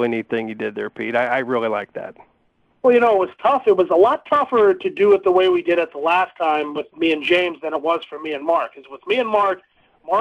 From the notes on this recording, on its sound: Will also call.